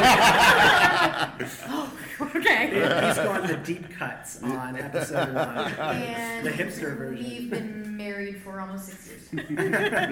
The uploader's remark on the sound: Live Show in Arlington. Gathered at the Arlington library in Virginia. This was a live show in front of an audience.